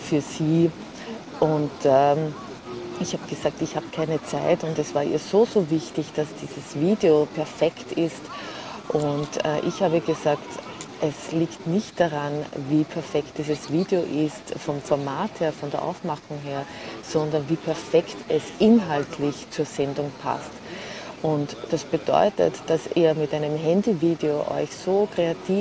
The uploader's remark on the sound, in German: Diese Episode kommt direkt von Montmartre in Paris, aufgenommen auf der Wiese am Hügel von Sacré-Coeur sitzend, mit allen Nebengeräuschen des bunten Treibens rund um mich.